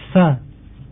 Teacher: makhraj dari huruf sa ini adalah disebutkan ujung lidah dengan ujung dua gigi seri atas